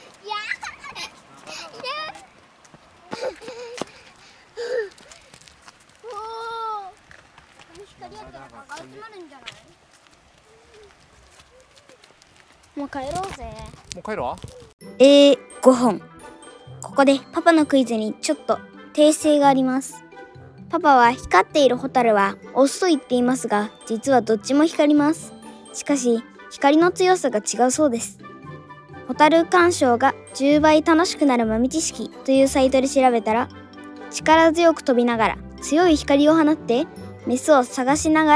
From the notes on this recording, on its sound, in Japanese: 外録回》。今回もお外で録音です＊＊＊ 車の音やカエルの鳴き声、小川のせせらぎ、通りすがりファミリーのお声まで！